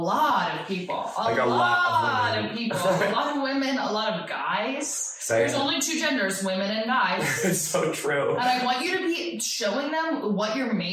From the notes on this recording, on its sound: Recorded on an iPhone. This week we accidentally only recorded the audio on an iphone.